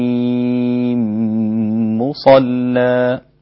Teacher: الإدغام الكبير للإمام السوسي في ميم إبراهيم مع مصلى، إبراهيم مصلى، هكذا بالإدغام الكبير الميم في الميم للإمام السوسي عن أبي عمرو البصري.